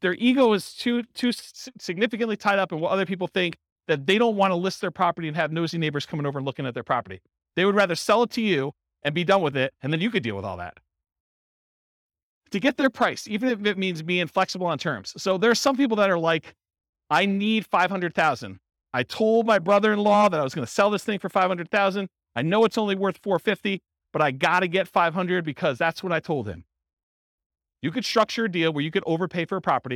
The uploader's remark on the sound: Real estate entrepreneurs in Lubbock, Texas. This was a live class recorded to give investors a solid qualitative overview of all the different real estate investing strategies. Live in-person version.